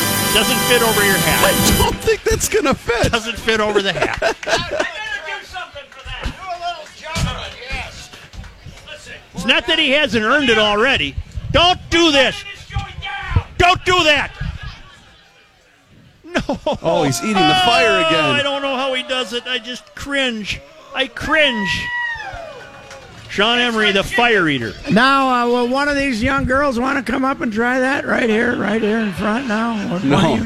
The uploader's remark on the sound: Live at the Fair. Final State Fair Show.